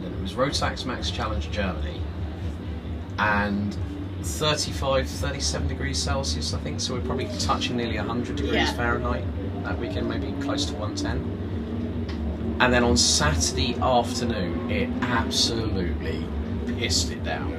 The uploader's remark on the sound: At Zolder for a Belcar Sprint Cup weekend. We stole a bit of time in the camper to record this episode.